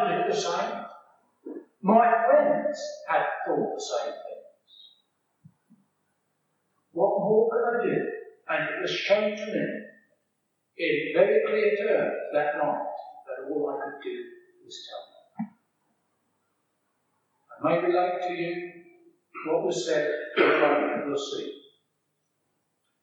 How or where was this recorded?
large echoing room